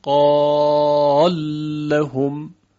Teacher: در این مثال قال لام اول که مدغم هست متحرک است و ادغام انجام میشه، قال لهم، لام در لام ادغام میشه · Term: ادغام کبیر